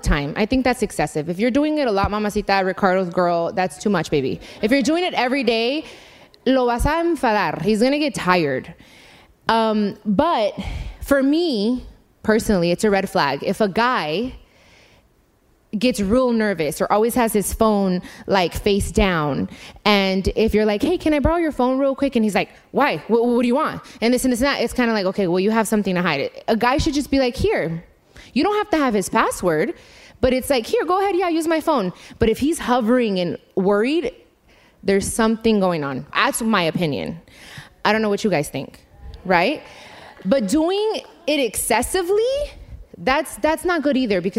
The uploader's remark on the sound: In front of a live audience during the My Cultura Anniversary event at the iHeartRadio Theater.